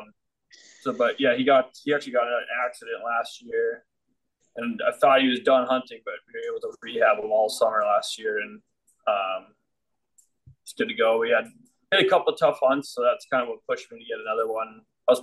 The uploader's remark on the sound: LIVE!! BEER:30 Zoom Room Part 1. This is the first ever, recorded live, beer:30 episode.